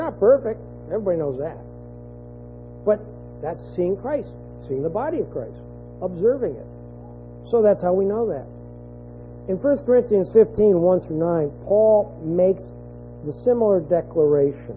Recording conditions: hum or buzz